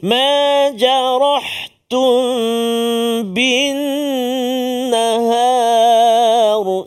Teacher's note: mim mati bertemu dengan ba. Sama juga. Dengung dua harakat ikhfa syafawi.